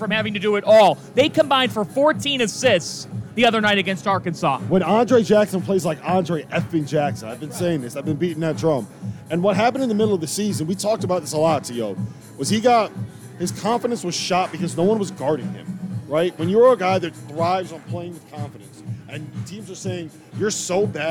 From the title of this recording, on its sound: live from Stadium Swim in Las Vegas